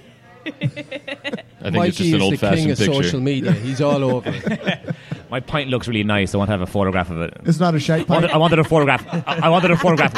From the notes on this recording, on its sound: Recorded live at Brendan's Irish Pub.